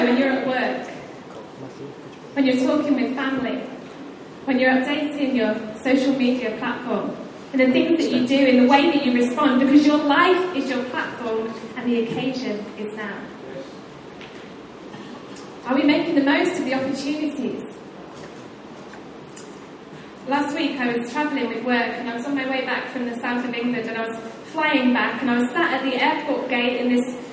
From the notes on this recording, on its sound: Recorded live at Life Church Lancashire on Sunday 28th January 2018.